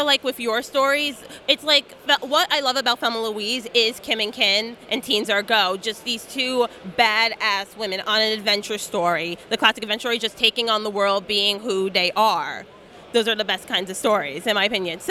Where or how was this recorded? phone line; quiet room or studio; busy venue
busy venue